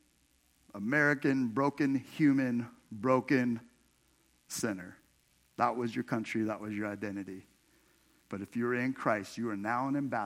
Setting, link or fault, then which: setting, large echoing room